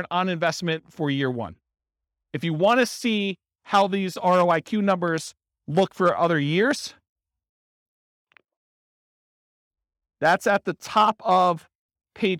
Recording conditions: live audience